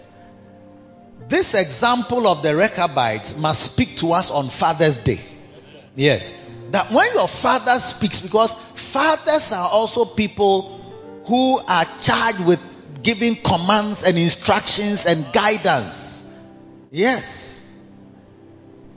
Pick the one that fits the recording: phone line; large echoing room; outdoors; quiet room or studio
large echoing room